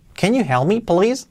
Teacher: Sobre todo importante ese can, que sea can con una E y pues con entonación también.